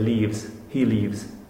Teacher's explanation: And leave, V is voiced. So you say leaves, he leaves.